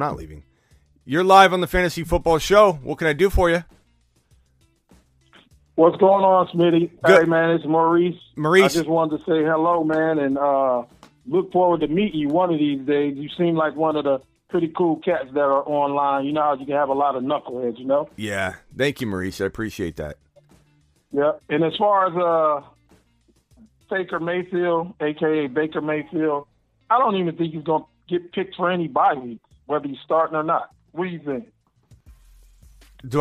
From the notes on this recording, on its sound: answers questions and phone calls